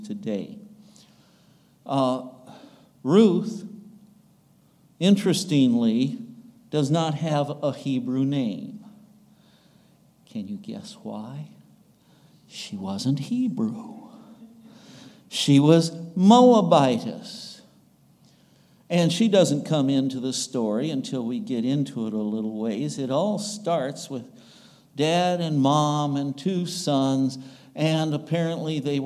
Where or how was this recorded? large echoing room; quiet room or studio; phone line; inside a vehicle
large echoing room